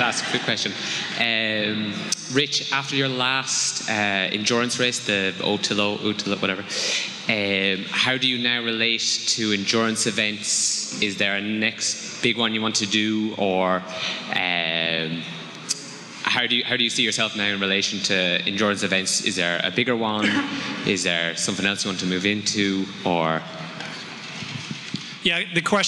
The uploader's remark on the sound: Dublin Live. This episode features the audio from a live event I hosted this past summer at Smock Alley Theatre in Dublin. Opens up to audience Q&A on everything from healthy eating habits to how best to catalyze change in others.